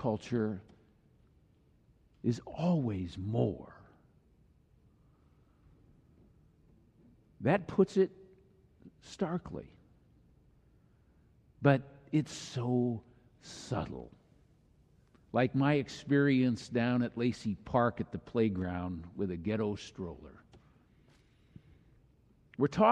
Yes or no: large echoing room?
yes